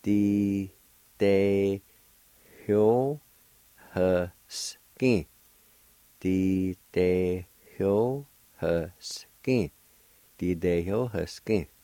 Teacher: In this word, right before the Y, there's another faint H sound or an aspirated sound